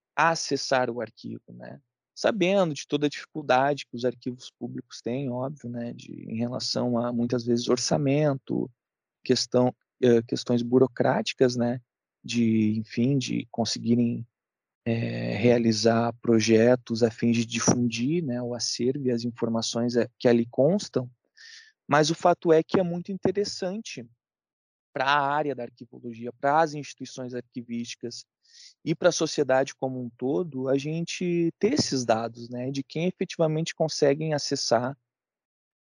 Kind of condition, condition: link, video call